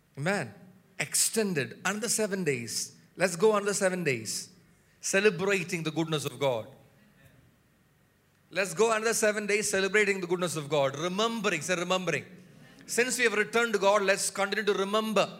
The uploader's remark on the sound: preached at Sunday Service on 11 February 2024 at Revelation Church